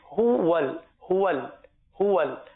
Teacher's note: ہونٹوں کو گول کریں گے کیونکہ پیش اور واو دونوں میں ہونٹوں کو گول کرنا ضروری ہے. ہو ول، ہو ول، صحیح ہے، تو دو مرتبہ ہونٹ گول ہوں گے.